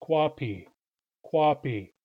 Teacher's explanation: When coffee is said by itself as an independent word, it's pronounced kwapi, kwapi, with long, long vowels